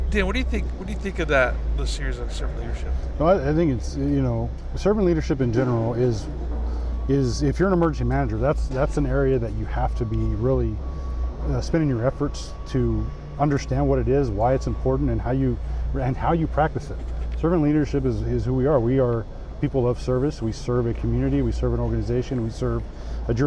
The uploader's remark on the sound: live on the floor of the IAEM Conference and EMEX 2022 in Savannah Georgia